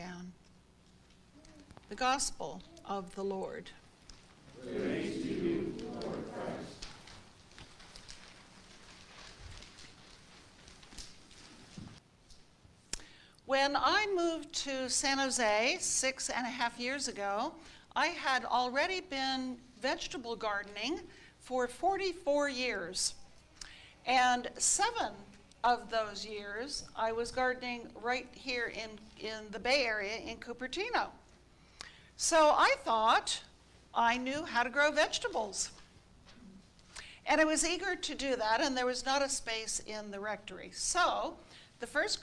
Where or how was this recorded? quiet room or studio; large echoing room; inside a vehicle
large echoing room